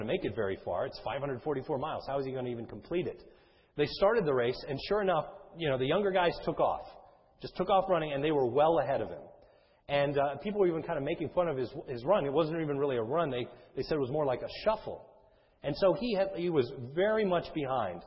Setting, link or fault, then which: setting, large echoing room